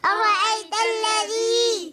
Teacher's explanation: ذال كسرة مد طبيعي حركتين